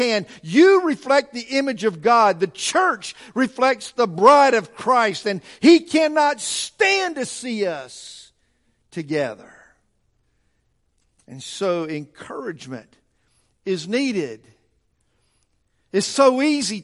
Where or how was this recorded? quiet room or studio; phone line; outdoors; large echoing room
large echoing room